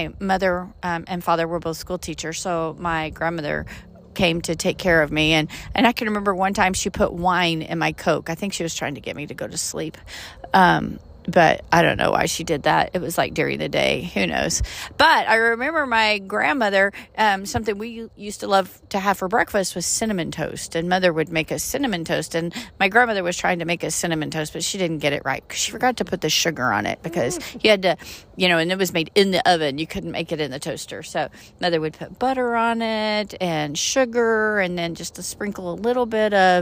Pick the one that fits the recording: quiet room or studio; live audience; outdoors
outdoors